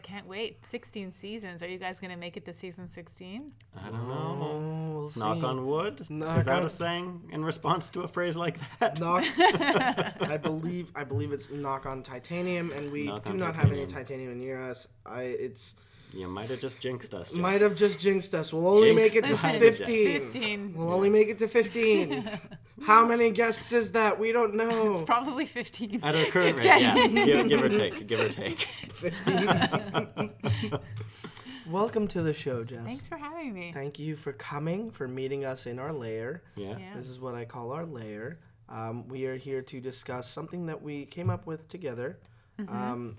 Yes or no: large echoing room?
no